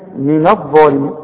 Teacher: الظ هي المفخمة واعلى درجات التفخيم